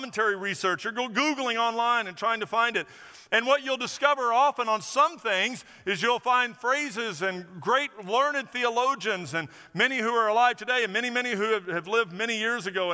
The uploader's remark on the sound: Recorded at First Baptist Church of Orange Park on August 20, 2023.